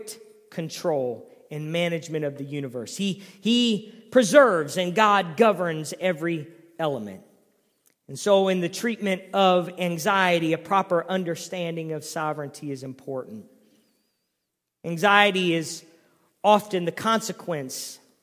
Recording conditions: large echoing room